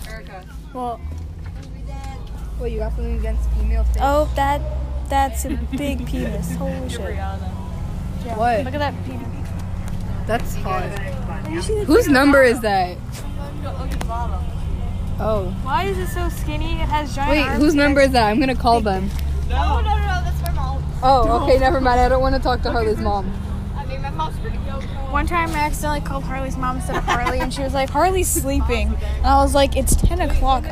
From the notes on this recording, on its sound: Recorded on a bus